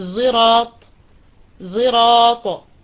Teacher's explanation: يشم صوت الصاد التي في كلمة صراط يشمها صوت الزاي · Term: الصاد المشمة صوت الزاي